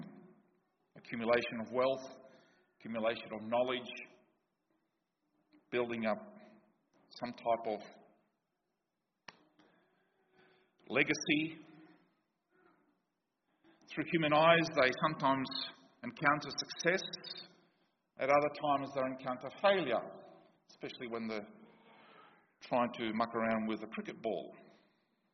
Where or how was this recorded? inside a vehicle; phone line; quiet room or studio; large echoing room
large echoing room